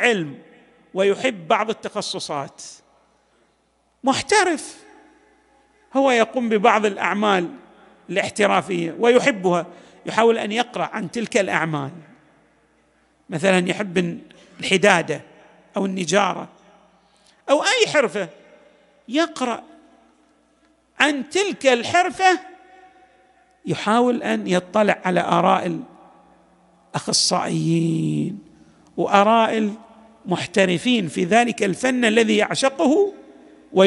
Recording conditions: large echoing room